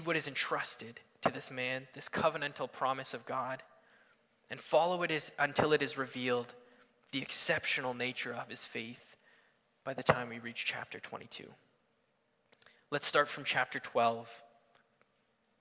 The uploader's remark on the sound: Sunday Morning Service